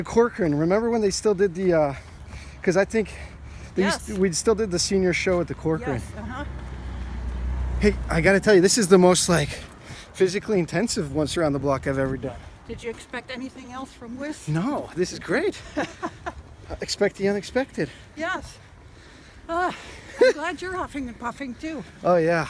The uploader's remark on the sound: Walking through the Tregaron Conservancy near the Cleveland Park and Woodley Park neighborhoods of Washington, DC. Treagaron Conservancy - Washington, DC.